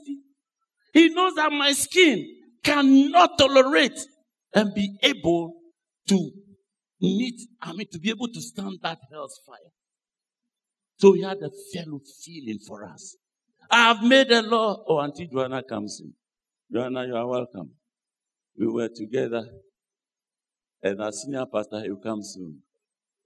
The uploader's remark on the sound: Sermon preached at CBC Adabraka Campus